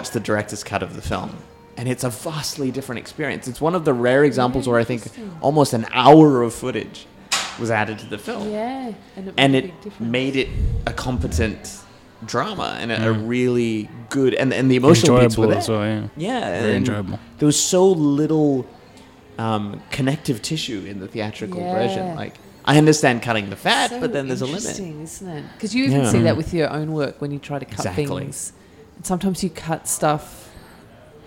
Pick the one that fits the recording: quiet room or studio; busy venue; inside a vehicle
busy venue